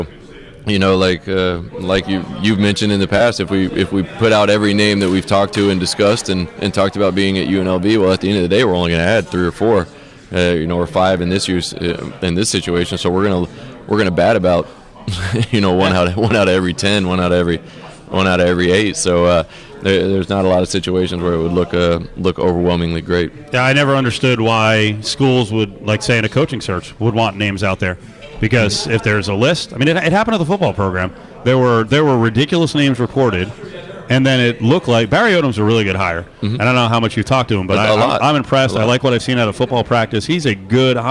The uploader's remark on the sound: LIVE FROM THE FINAL 4